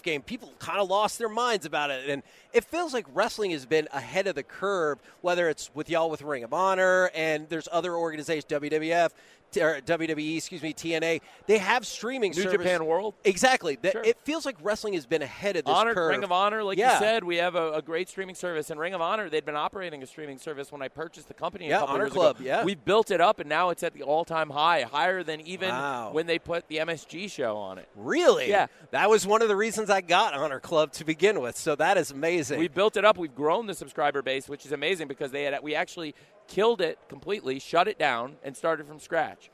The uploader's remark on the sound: LIVE from Radio Row in Las Vegas!